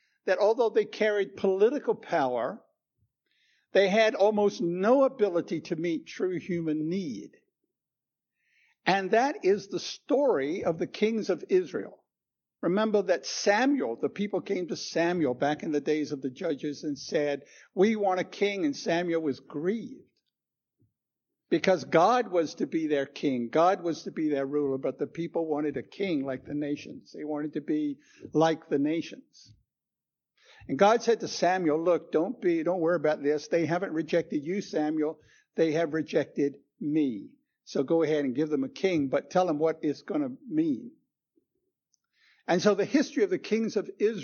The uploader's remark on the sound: Recorded 10/09/2016 at Christ Church Anglican